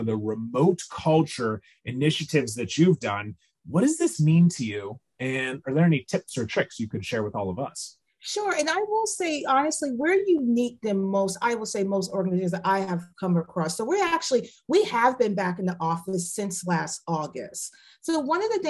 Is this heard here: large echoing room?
no